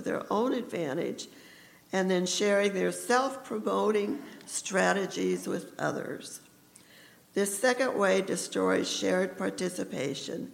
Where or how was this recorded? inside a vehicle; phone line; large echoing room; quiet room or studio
large echoing room